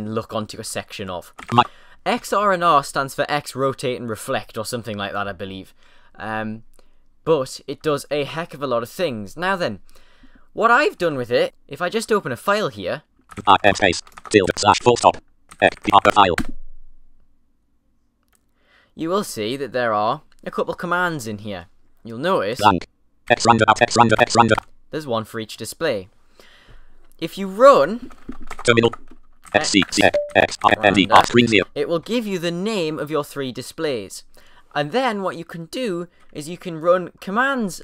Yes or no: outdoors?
no